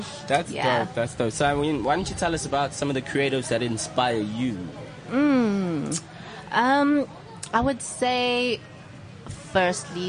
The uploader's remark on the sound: had our first outside broadcast - coming to you live from the Lifestyle Home Garden